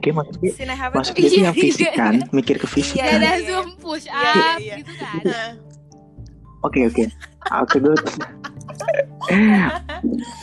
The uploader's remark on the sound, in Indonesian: Maaf soundnya rada jelek dan ada sedikit percekcokan kamu di dalamnya.